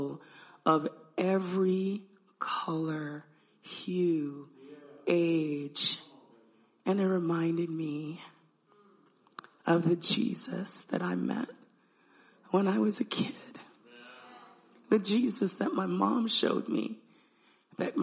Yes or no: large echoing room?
yes